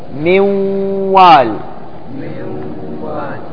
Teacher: ننطق واو مشددة موا موا مع اخراج الغنة